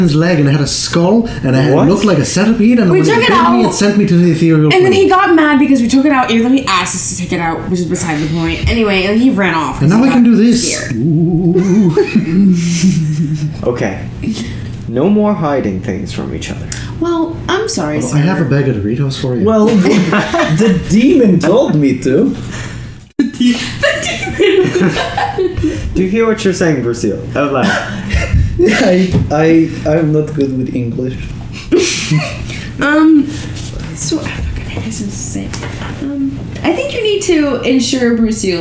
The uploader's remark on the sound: The audio is a little messed up